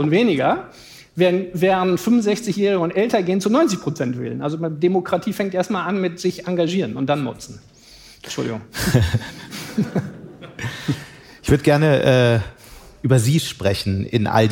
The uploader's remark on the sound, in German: Live-Podcast